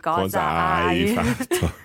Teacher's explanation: cosa can be used as what or che cosa, but here just cosa, but it's run straight into hai.